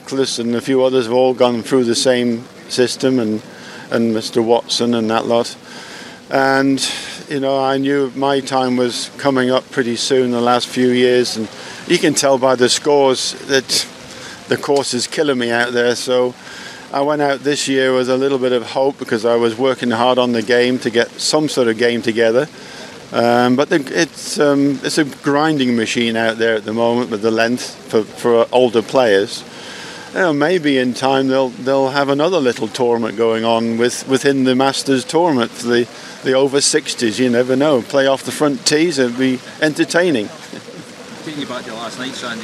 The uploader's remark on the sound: "LIVE" FROM THE MASTERS